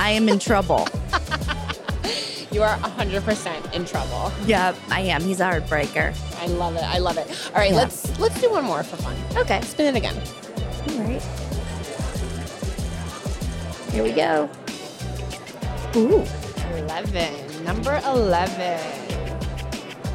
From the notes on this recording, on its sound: We decided to spin things up on the show floor at our latest B2BMX event in Scottsdale, Ariz. At our recording booth on the show floor, we brought a delightful little wheel for the attendees and guests to spin.